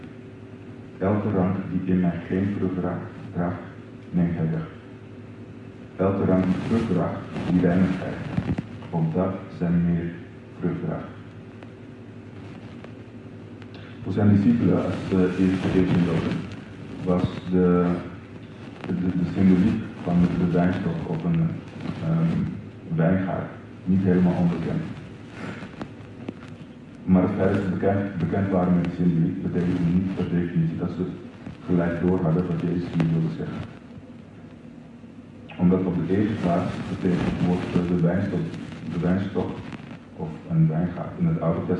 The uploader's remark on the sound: Slechte audio.